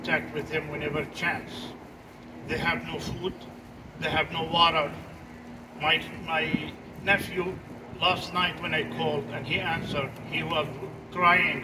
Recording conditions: phone or laptop microphone